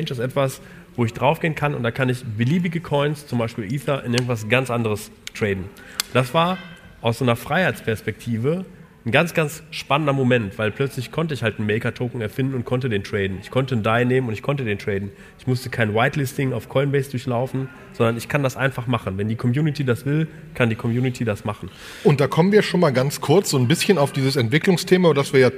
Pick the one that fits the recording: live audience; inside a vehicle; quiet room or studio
live audience